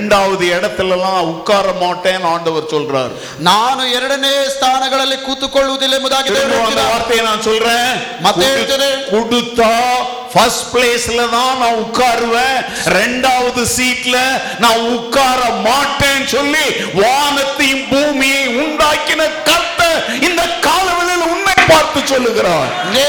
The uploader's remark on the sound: Day 3 Sermon - Preached at Full Gospel Church, Jalahalli during July 2023 on the occasion of the Church's 55th anniversary.